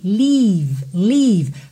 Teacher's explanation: Atenção que embora a gente não tenha muito tempo para essa palavra, é importante que você faça um som compridinho. Leave, leave, para diferenciar da palavra live